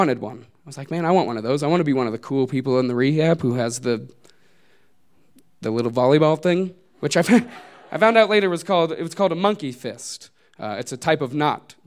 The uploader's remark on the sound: These stories were recorded live at Buntport Theater on February 18, 2015.